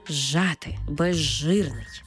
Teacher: У словах «зжати» та «безжирний», де «з» – свистячий, «ж» – шиплячий, разом ми їх читаємо як «ж». Тобто «з» перетворюється на «ж» і маємо цей подовжений звук «ж» – «жати», «безжирний». · Term: уподібнення